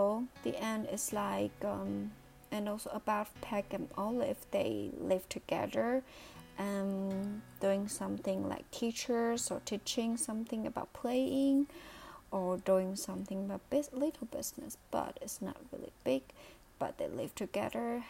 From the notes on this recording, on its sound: My voice will be not loud enough due to my careless of recording. I did not stay close to my microphone.